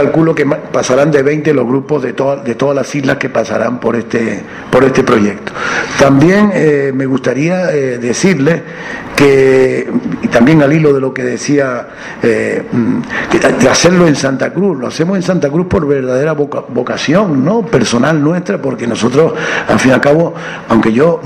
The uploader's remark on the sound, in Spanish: Rueda de Prensa Rock Coast Festival 2012